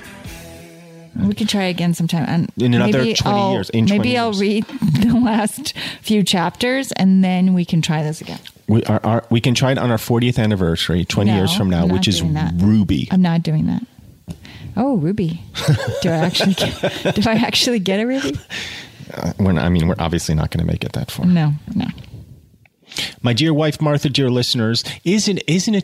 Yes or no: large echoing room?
no